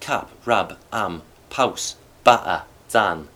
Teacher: The ah sound in strut and luck is very bright.